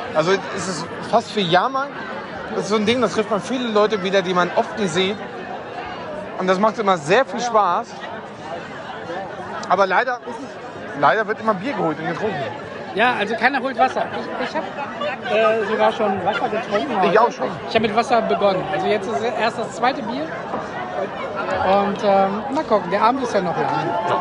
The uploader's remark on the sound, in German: (mit Audiostörung). Live vom Beach Beach Festival.